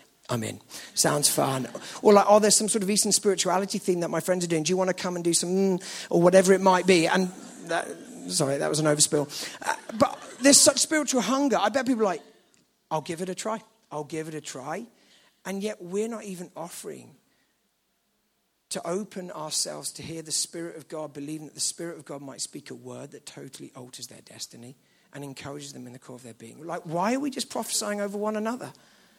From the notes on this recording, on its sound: at the KXC Weekend Away